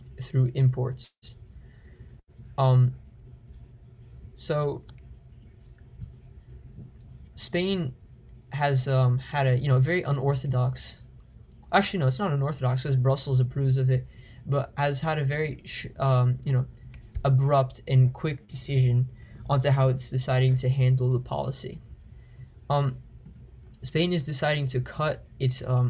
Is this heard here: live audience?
no